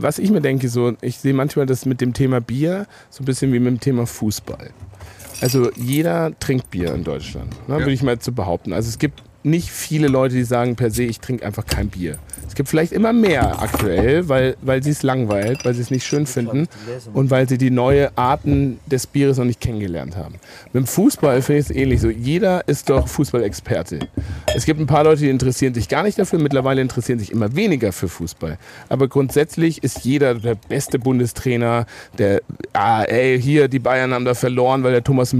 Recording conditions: outdoors